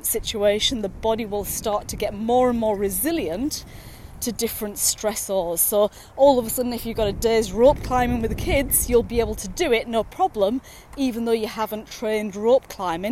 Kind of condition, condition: setting, outdoors